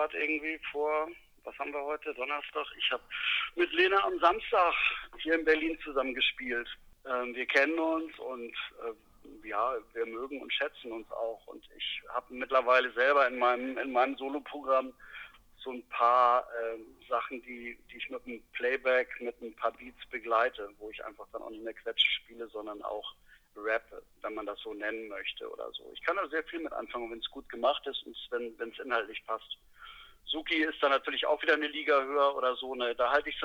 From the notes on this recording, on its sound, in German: Am Telefon in seinem Taxi in Berlin erwischt.